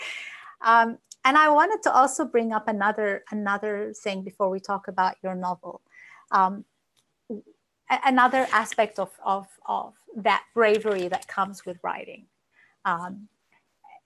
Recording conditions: video call